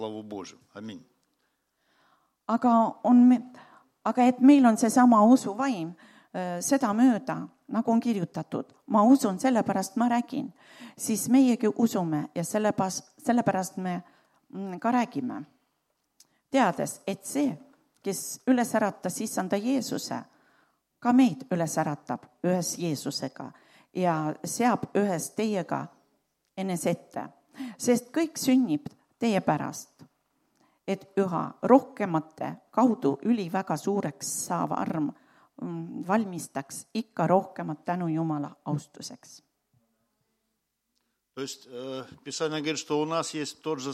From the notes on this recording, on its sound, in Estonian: Audio salvestus koosolekult.